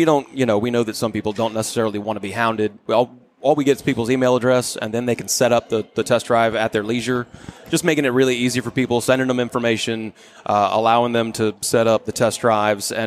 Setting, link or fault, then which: setting, busy venue